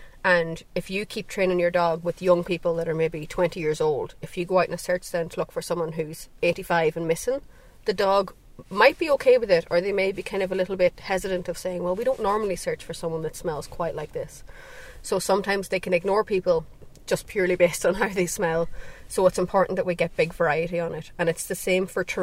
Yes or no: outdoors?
yes